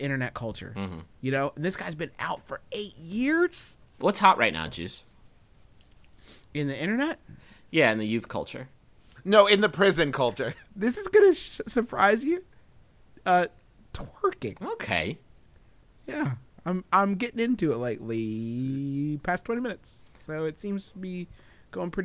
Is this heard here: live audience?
no